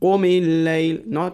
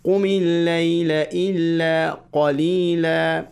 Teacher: Qaf. So whenever you're reciting qaf, you have to use a heavy sound. It has to be a mouthful sound. Qumi layl. Not a very light one.